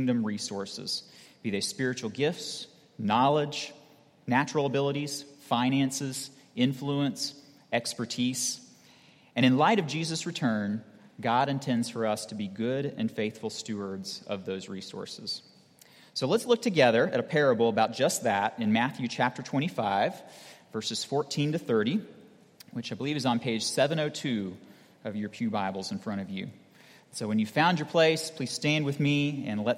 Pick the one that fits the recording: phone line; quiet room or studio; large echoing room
large echoing room